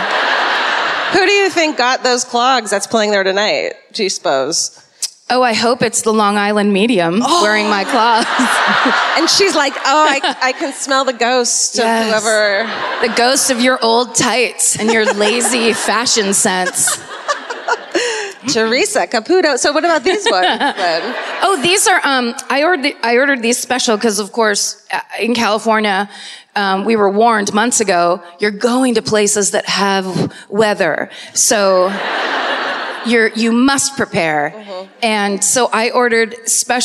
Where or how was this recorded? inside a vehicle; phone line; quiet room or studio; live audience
live audience